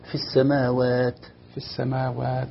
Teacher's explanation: مخرج التاء طرف اللسان مع أصول الثنايا العليا